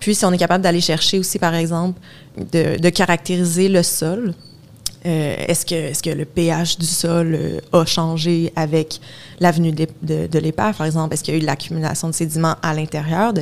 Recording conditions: busy venue